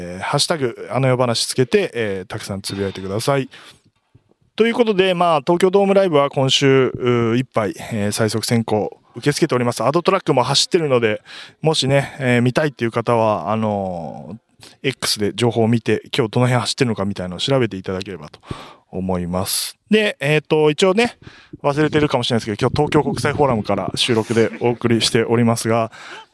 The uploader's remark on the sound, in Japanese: 東京国際フォーラム。一回きりのリハーサル中に収録。フォーラム内を練り歩きながら録りました。